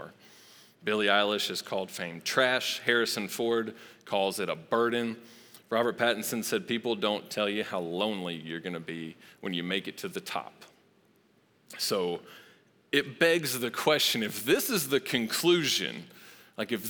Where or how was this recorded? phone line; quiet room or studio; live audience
live audience